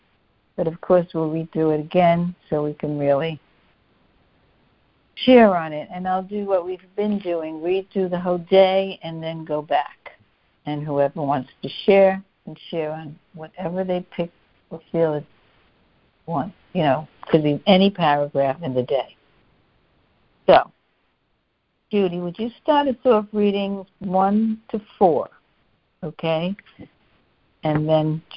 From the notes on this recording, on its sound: CONF CALL. A Course in Miracles [ACIM] Students are joining together on a Free Conference Call.